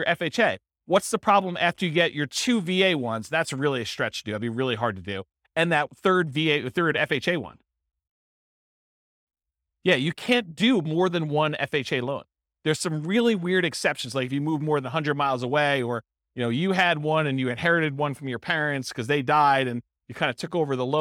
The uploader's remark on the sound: This was a live class recorded